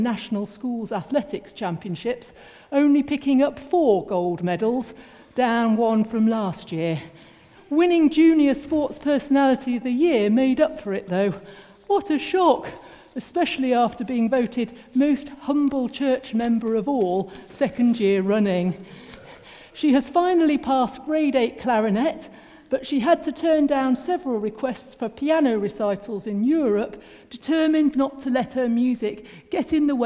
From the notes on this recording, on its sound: A Recording of the All Age Carol Service